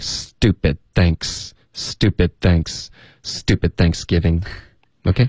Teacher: 所以是 stupid 结尾咬舌尖接着发 thanks